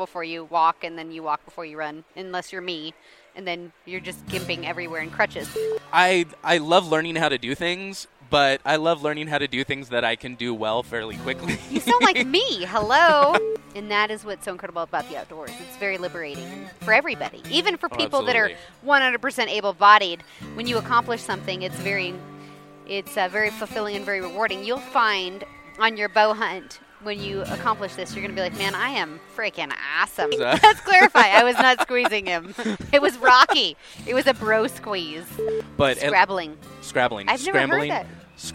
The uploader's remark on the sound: at the International Sportsman's Expo